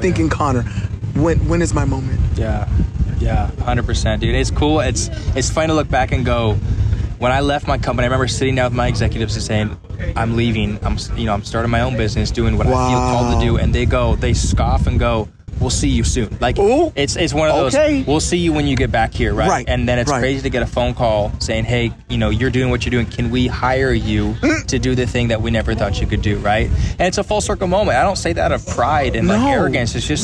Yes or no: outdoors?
yes